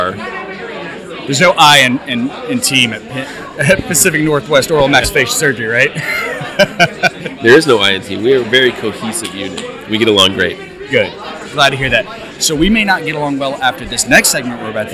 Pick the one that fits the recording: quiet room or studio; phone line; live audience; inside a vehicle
live audience